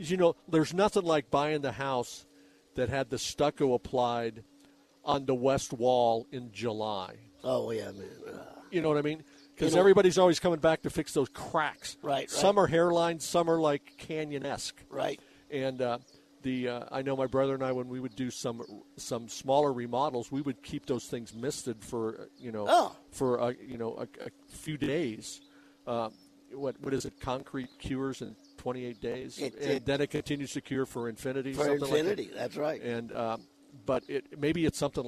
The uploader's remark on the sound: on location from The 2023 Tucson Book Festival